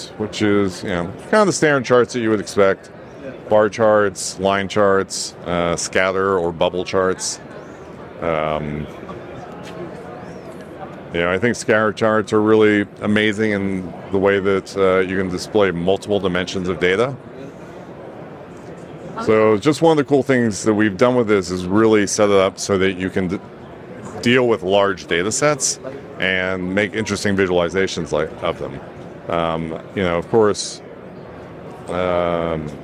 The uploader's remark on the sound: In the Digital Anarchy booth on the show floor at NAB.